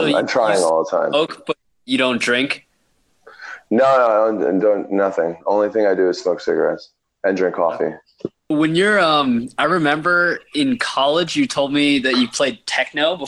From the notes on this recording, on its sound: The internet connection during this podcast left something to be desired so our audio did have a few small jumps.